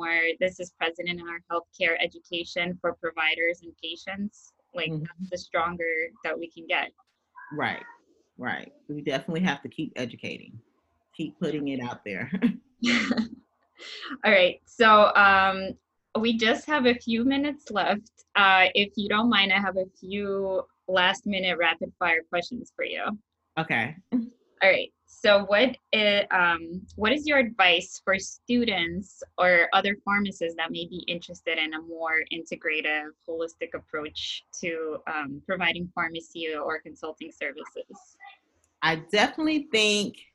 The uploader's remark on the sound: Zoom video interview.